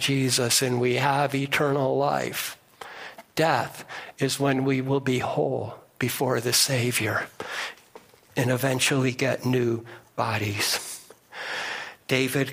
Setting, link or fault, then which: setting, large echoing room